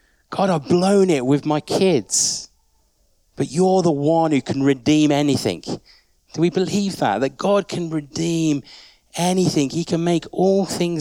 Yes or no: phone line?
no